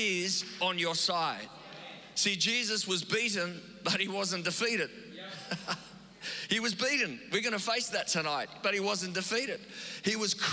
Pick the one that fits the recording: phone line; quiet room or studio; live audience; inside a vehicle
live audience